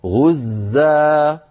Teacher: مد عوض بمقدار حركتين، نعوض عن تنوين النصب بألف تمد وقفا بمقدار حركتين